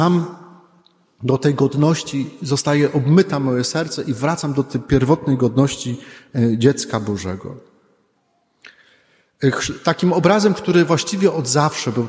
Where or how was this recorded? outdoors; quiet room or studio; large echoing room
large echoing room